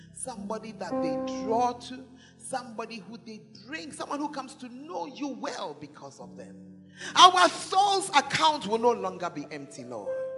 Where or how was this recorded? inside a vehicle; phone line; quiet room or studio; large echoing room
large echoing room